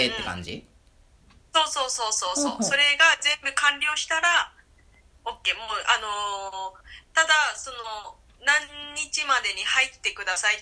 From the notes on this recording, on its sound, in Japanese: LINE電話でのやりとりなので、声が遅れたり音質が悪いことがありますので、ご了承ください。